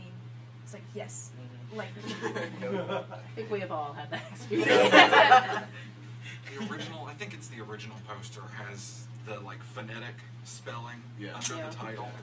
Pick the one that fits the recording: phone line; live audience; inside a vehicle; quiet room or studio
live audience